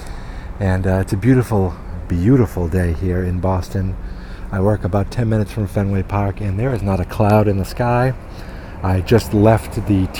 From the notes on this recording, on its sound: This recording stitches together a few early recordings (probably using my phone). My immediate reaction as I walk out of the movie.